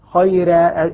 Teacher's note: عند خيرة بقيت مفاتحا للألف للراء فتحة وبعدها ألف مفتوحة والفم مفتوحا لكن بدل أن أعطيها السمن الذي على التفخيم أعطيتها الترقيق